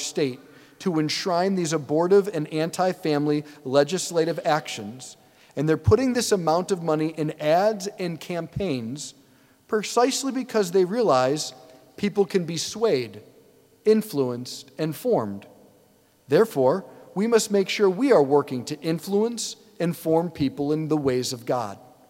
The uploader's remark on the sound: preached this homily on October 1, 2023 at St Basil the Great Catholic Church in Brecksville, OH.